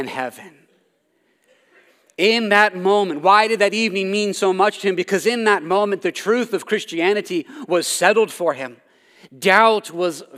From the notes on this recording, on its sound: This sermon was preached at Covenant Fellowship Church.